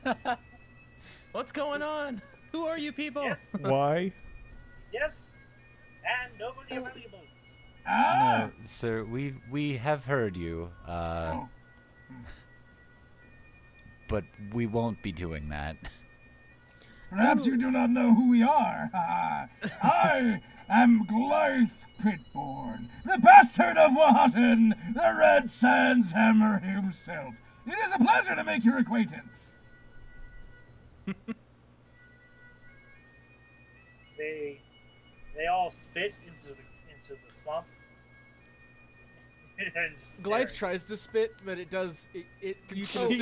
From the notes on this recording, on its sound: Apologies for the audio quality this episode! There were some recording issues as it turns out.